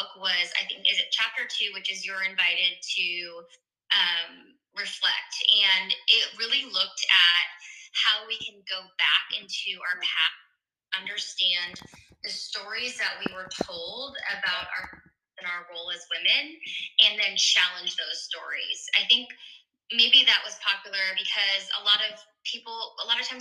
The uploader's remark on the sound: the audio is not great on this one